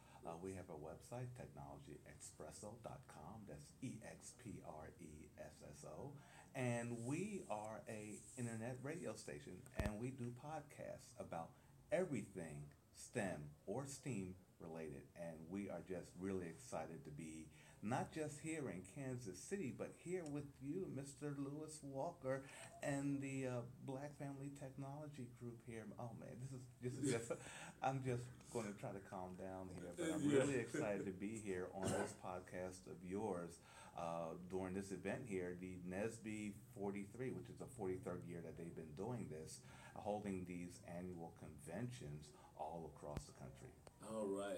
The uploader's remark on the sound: Live Coverage of the NSBE43 Kansas City Missouri Convention attended by 11,000 Black Engineers